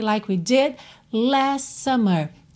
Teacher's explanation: em last summer, aí que o T sumiu mesmo